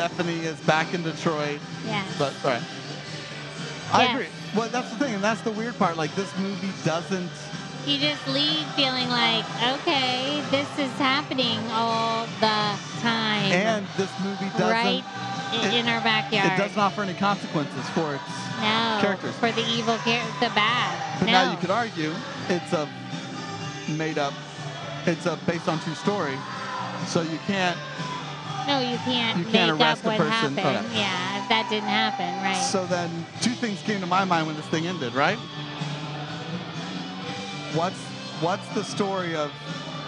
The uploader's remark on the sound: Unseen Creatures Brewing & Blending might not have been the quietest place to record a podcast on a Saturday night in Miami but it was one of the coolest. It was a bit of a noisy night.